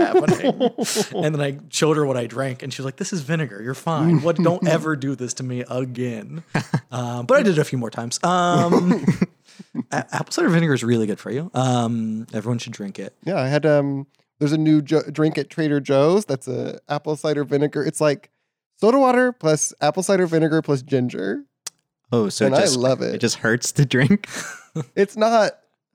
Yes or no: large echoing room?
no